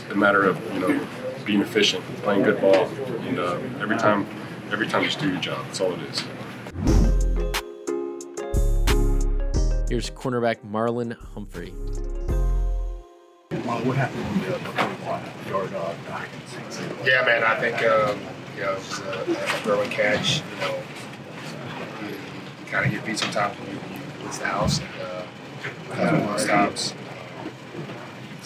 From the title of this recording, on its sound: Postgame Press Conference